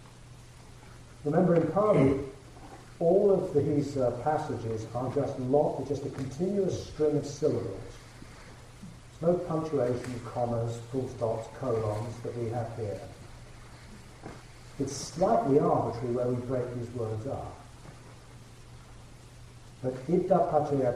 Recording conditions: poor sound quality